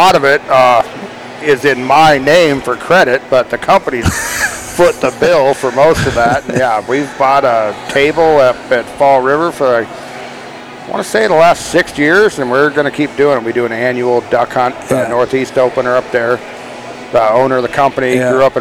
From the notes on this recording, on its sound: On location at Farmers Brewing Company in Princeton, CA.